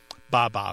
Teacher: that B sound coming off the lip followed by a vowel is also very similar to the first sounds that babies make